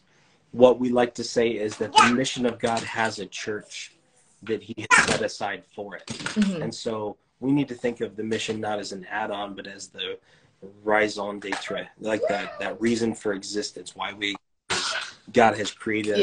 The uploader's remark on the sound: instagram live conversation